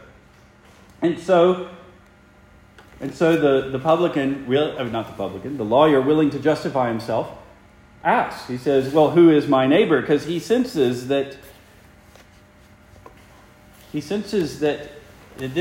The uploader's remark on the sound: Preached the morning of April 2, 2023, for the Heidelberg Presbyterian Church in Heidelberg, Mississippi.